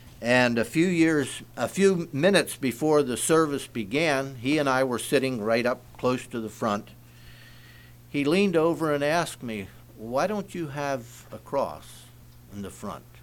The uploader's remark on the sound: Message preached at Word Of Hope